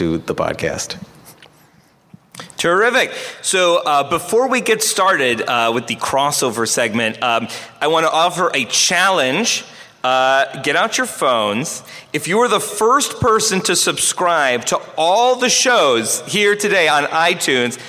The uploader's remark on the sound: Recorded LIVE from Stan Lee's Los Angeles Comic Con 2016.